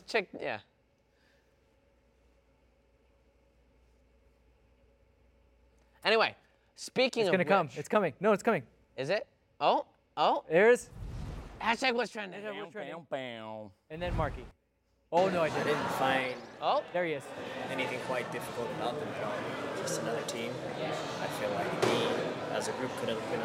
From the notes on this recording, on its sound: live from Banc of California Stadium